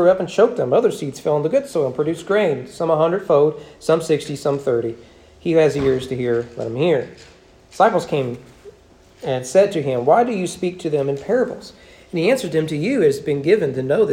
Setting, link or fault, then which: setting, large echoing room